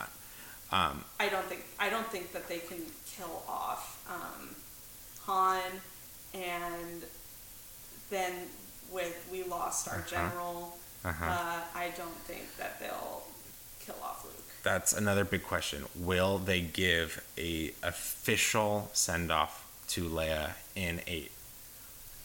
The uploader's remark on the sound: battling microphone technical difficulties